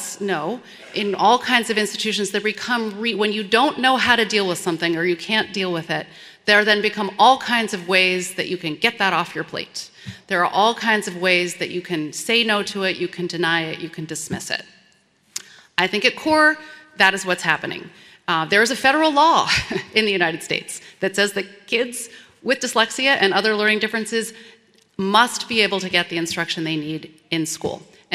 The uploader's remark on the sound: This program was recorded in front a live audience at Westminster Presbyterian Church in downtown Minneapolis.